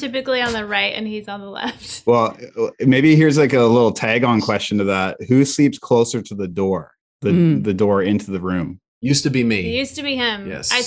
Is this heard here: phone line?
no